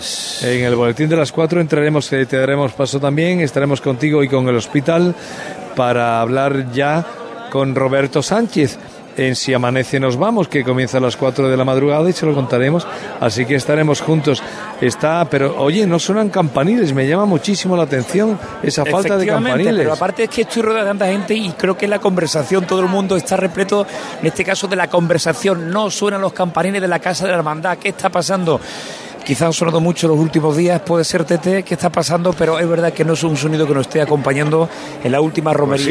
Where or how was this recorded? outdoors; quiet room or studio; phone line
outdoors